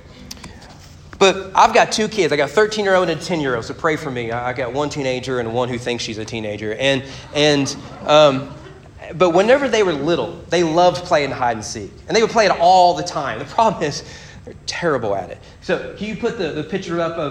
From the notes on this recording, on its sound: Sermon preached at Morehead State University Baptist Collegiate Ministry on February 8, 2022.